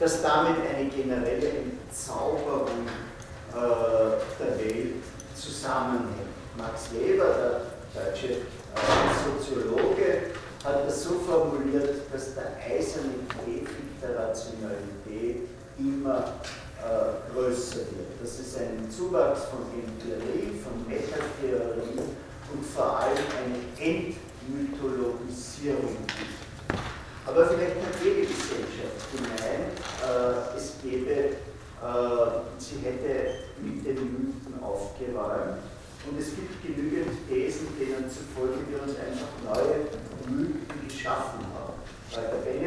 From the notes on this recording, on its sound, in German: Diese Vorlesung wurde von Studierenden aufgenommen